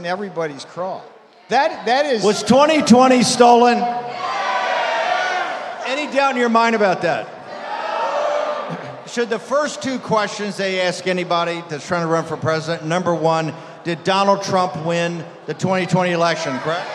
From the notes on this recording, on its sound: Live From ACTCON